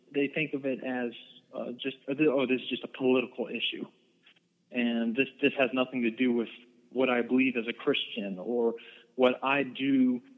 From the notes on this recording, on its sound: I talked on the phone